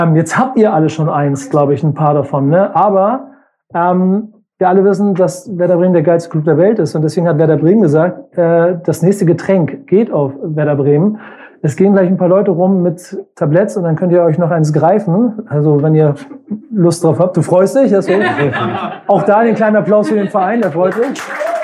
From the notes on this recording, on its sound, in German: Die „Grüne Bude“ veranstaltet den Live-Podcast „BUDENSCHNACK“. Im Werder-Hausboot auf der Weser (Adresse: Tiefer 1).